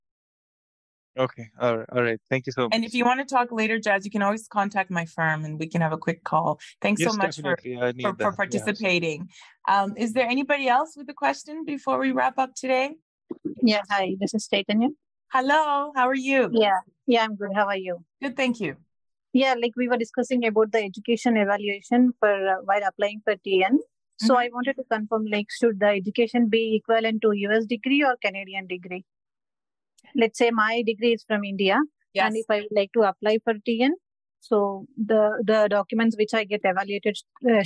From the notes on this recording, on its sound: Presented as a live webinar.